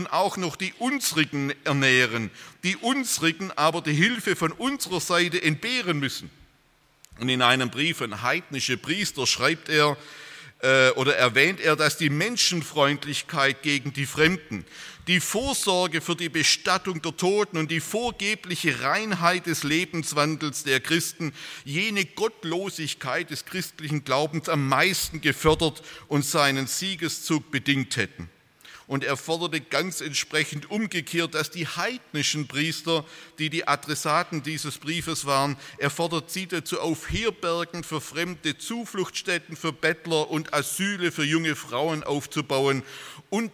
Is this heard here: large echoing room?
yes